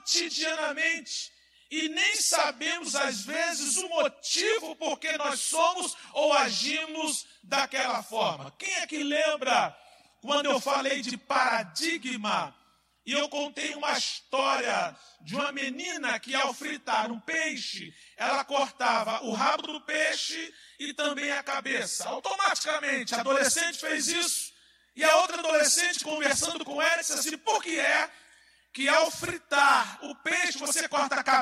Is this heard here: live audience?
yes